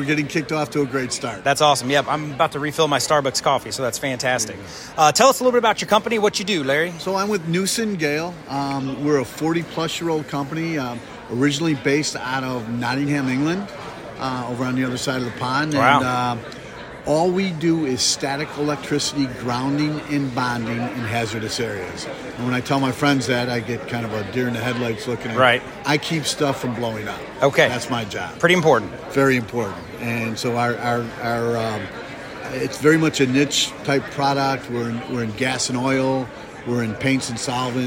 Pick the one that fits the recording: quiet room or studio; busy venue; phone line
busy venue